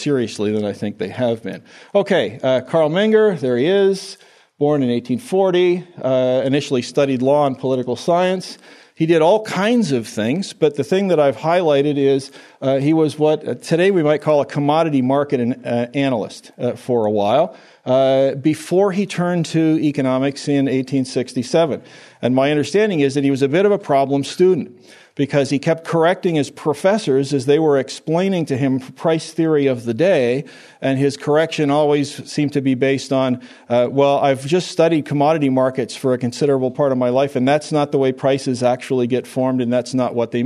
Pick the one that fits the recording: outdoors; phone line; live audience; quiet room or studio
live audience